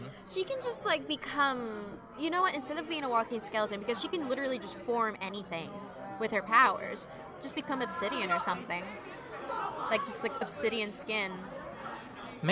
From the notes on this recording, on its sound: Apologies in advance for the café background noise; recording locations have been scarce.